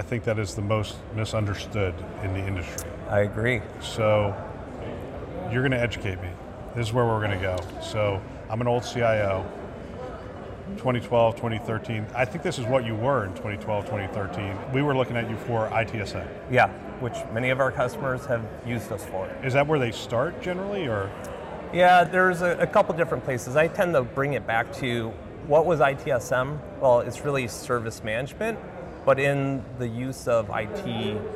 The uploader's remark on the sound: an Interview in Action live from CHIME